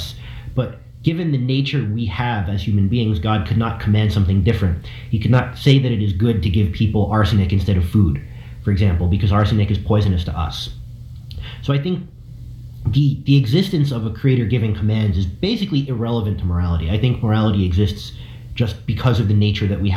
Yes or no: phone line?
no